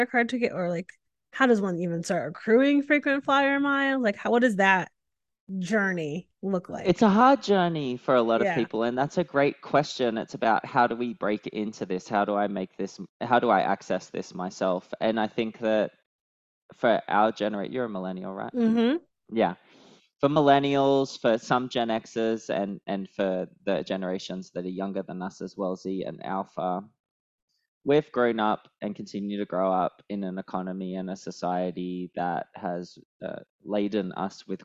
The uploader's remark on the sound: This podcast was recorded via Zoom.